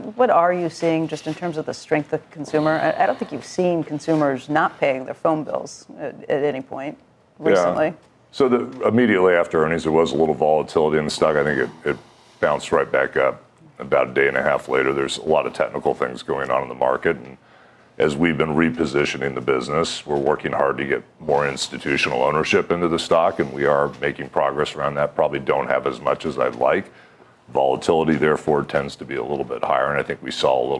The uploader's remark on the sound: live at AT&T Pebble Beach Pro Am